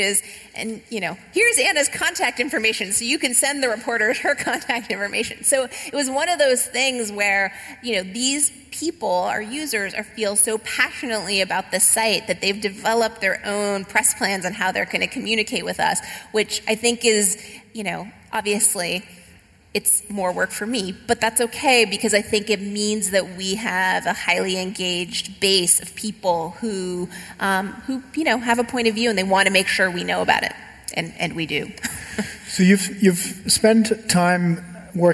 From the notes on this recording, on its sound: Recorded live at The European Communications Summit in Berlin.